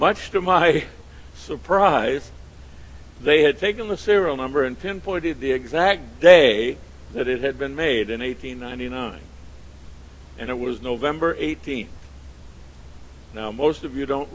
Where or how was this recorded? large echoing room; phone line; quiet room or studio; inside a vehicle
large echoing room